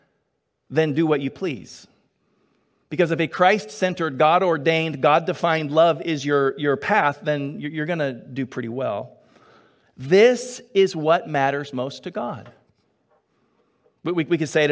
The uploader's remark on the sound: Delivered on 6 March 2022 at Grace Church of La Verne. At Grace Church of La Verne.